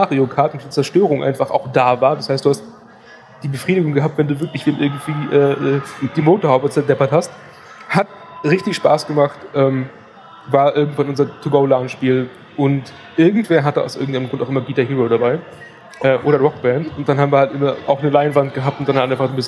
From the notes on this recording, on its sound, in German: live von der CAGGTUS in Leipzig